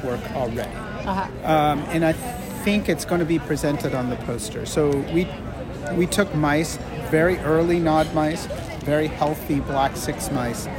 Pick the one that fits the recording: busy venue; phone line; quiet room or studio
busy venue